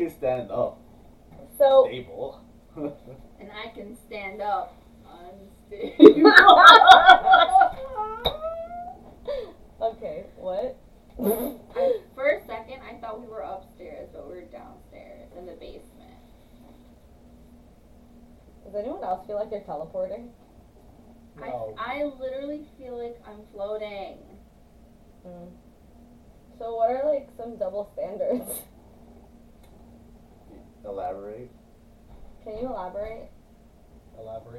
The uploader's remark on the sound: Featuring poor audio quality.